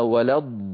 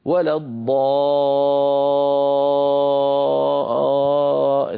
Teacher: فلما يأتيني مد بمقدار 6 حركات أو 3 أضعاف الطبيعي كقولنا ولا الضالين · Shown in: first take